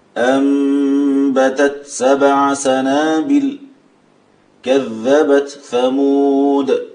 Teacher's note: أرجو أن ننتبه لهمس التاء عند إظهارها بالحرف الذي بعدها